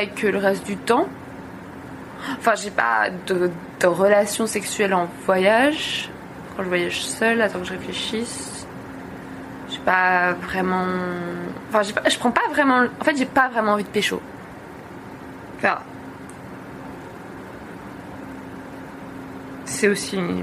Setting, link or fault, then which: setting, inside a vehicle